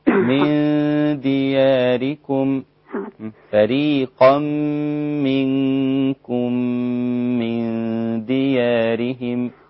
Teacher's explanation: ثلاث غنات لازم يبقوا متساويين